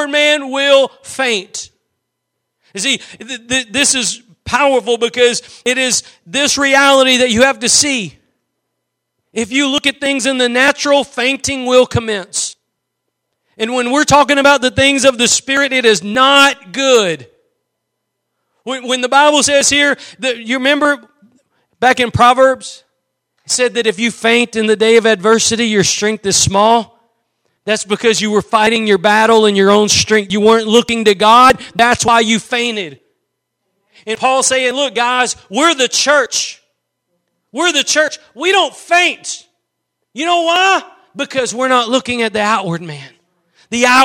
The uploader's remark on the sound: Preached at Gospel Lighthouse in Bossier City, La.